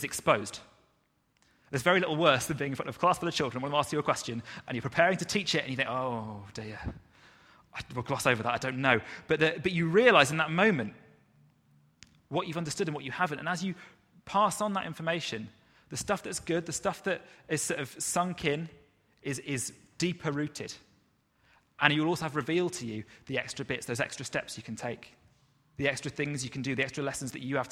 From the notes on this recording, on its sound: Recorded at freedomcentre church, Preston on Sunday 30th June 2019